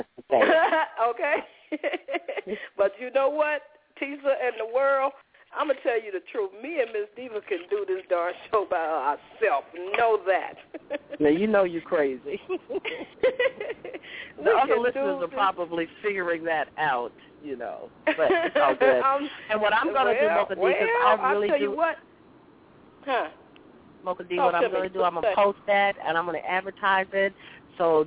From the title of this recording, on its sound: Opens Up The Phone Lines